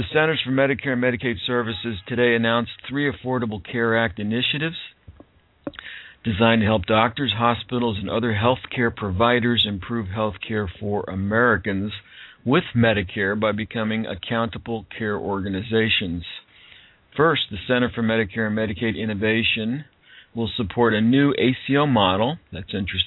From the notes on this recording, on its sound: CMS conference call is marginal audio & our recording ends prematurely